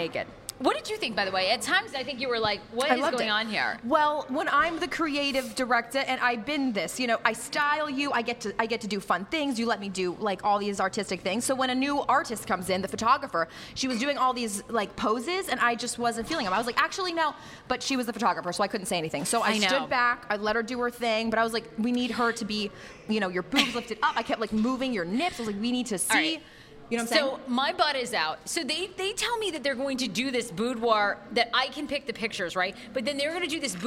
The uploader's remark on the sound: Last week we did a live pop-up podcast at Yume Sushi in Arlington, Va for some of nearest and dearest fans.